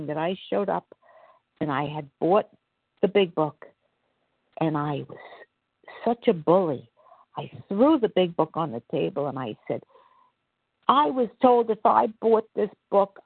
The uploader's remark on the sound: 100 Pounders Phone Meeting, 2/15/24